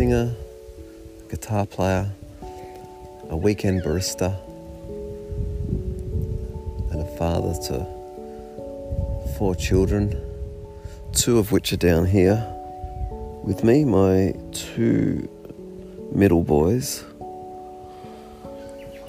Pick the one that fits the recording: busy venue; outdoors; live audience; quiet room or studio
outdoors